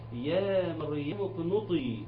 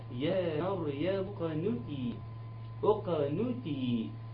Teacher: فرق المعنى اتغير تماما مجرد ان التاء المرققه، التاء المرققه اترفعت بس شويه واصبحت مفخمه، بقت اقتربت من الطاء · Shown in: second take